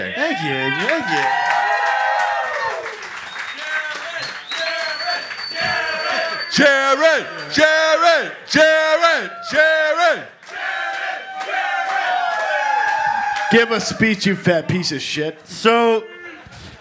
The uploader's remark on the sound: We are live in Hollywood at the American Legion Post 43! A couple hundred Southern California Drinkin’ Bros.